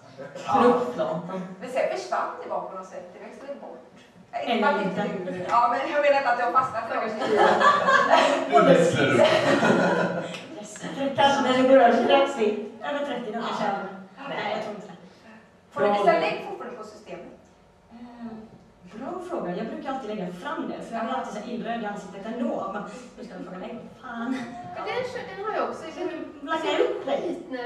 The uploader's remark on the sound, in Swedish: Vår första live-pod på West Pride 2014 i Göteborg. Ni får även höra publikens egna komma ut-historier. På grund av strul med ljudet så är den första minuten av poden inte med. Och ha överseende med ljudkvalitén som inte är den bästa.